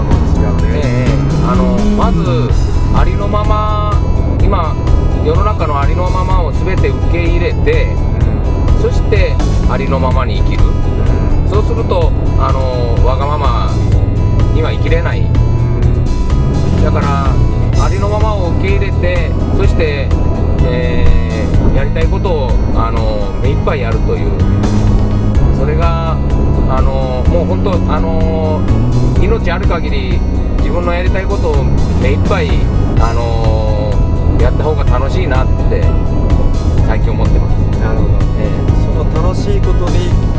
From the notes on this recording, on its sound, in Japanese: 長崎あんでるせんツアー。ドライビング対談収録。